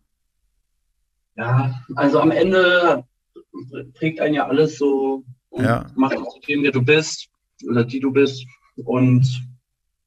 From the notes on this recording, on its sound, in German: via Zoom gesprochen